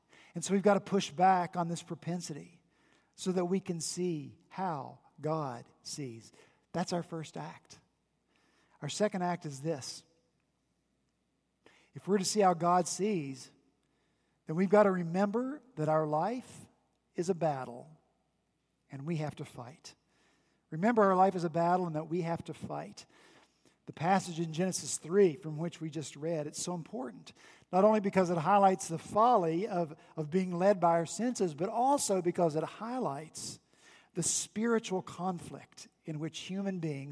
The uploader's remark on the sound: back in the pulpit this past Sunday, October 6, 2019, at Redeemer Presbyterian Church in Charleston, SC